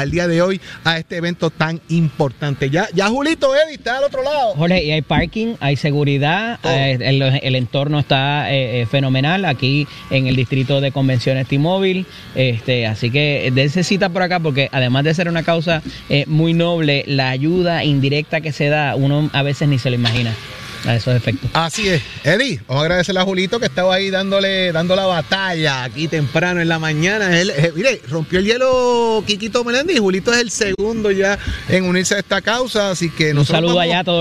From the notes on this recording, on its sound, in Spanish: Hoy en directo desde el Coca Cola Music Hall.